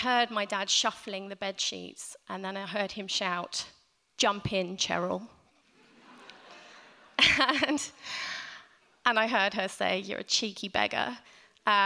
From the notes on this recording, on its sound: Recorded on 19th November 2018 at The Tabernacle at the 5x15 health special.